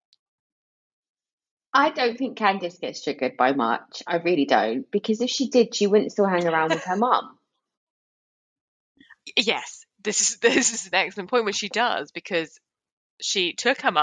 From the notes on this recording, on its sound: We tried a new way to record and the sound is off for this episode. I edited the best I could, but it's not great.